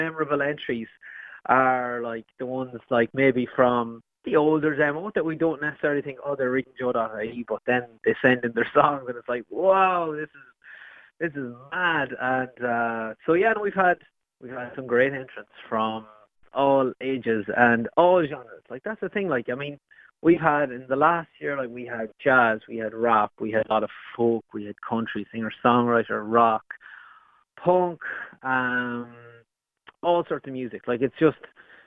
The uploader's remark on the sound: Over the phone.